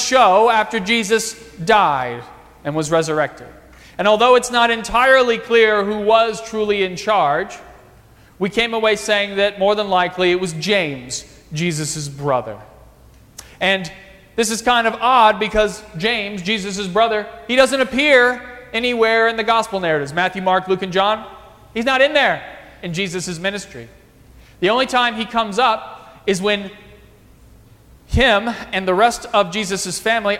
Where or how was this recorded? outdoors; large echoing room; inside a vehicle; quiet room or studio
large echoing room